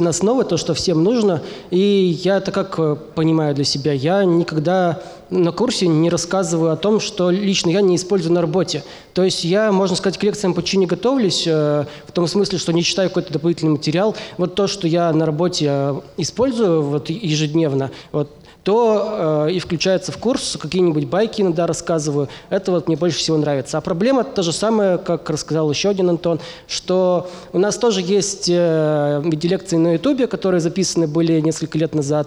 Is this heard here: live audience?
yes